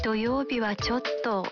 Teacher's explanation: La expresión chotto significa originalmente un poco, pero al pronunciarla prolongando el sonido final y bajando el tono, chotto transmite el matiz de que nos cuesta decir algo.